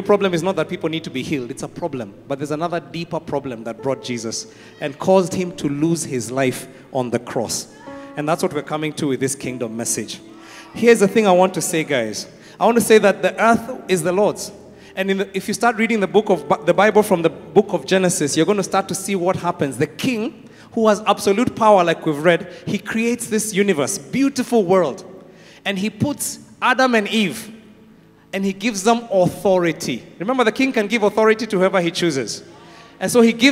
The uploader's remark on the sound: Preached at Worship Harvest Camp, Kampala